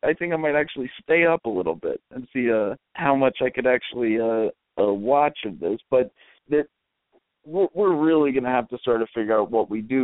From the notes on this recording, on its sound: We'll be mocking live callers without provocation.